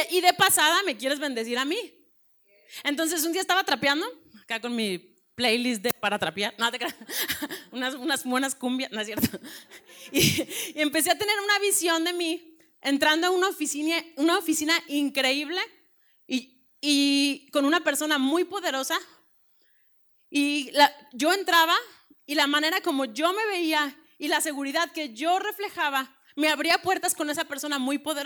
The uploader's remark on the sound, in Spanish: Predica grabada en el Desayuno Entre Amigas - Feb 2020